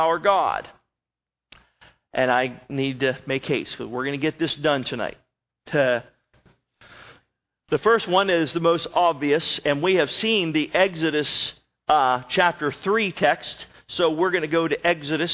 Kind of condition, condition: setting, large echoing room